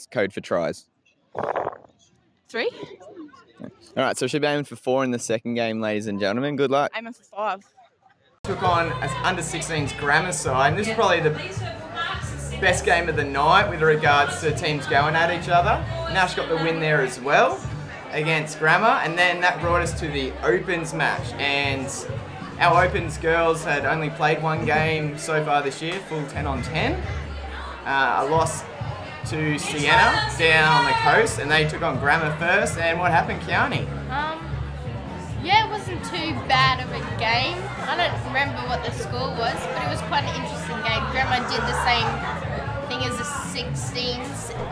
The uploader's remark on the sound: Live from the Quad. Recorded this episode amongst the hustle and bustle of Book Week in the school's quadrangle.